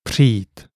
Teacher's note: a single sound pronounced like a strong trilled R with the tip of the tongue touching the ridge behind the upper teeth. It requires a lot of practice to achieve the right pronunciation.